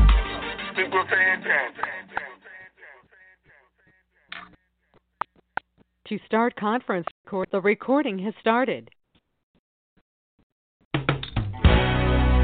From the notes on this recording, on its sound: TNTSuperfantastic Conference Call